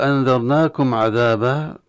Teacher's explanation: أنذرناكم الراء الساكنة المفتوح قبلها تفخم، وكذلك المد الطبيعي في الألف التي بعد النون. ولما نصل أنذرناكم عذابه نظهر الميم عند العين، لأن الميم كذلك فيها أحكام تجويد من الإظهار والإدغام والإخفاء، لكن هنا حكمها الإظهار وهو الحكم المطلق في معظم حروف الهجائية عند الميم ما عدا الميم وما عدا الباء.